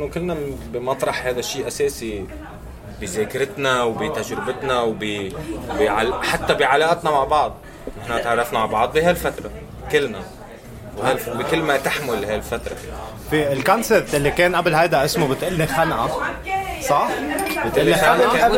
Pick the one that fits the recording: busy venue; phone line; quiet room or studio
busy venue